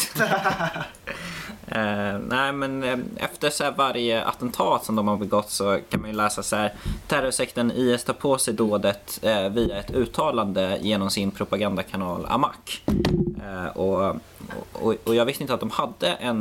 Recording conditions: background noise